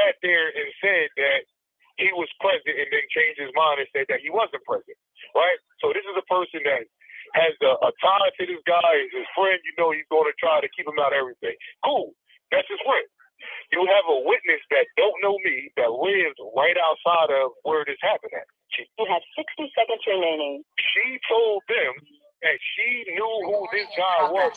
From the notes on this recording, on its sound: He joins us via phone from inside New Jersey State, Maximum Security Prison in Trenton, N.J.